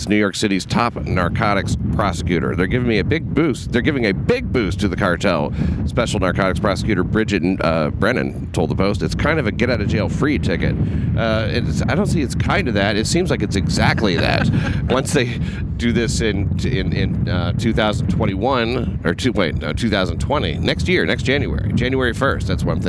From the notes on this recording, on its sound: RECORDED ON LOCATION OUTSIDE LINCOLN CENTER.